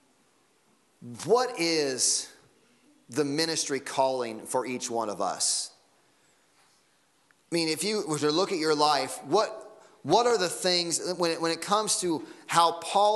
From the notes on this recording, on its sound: Sunday Morning Sermon Audio.